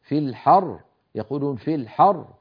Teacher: لما نقف في الحر وتصير مفخمة لأنها ساكنة وقبلها مفتوح